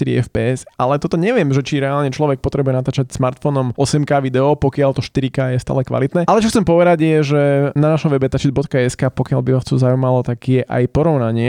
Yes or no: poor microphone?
no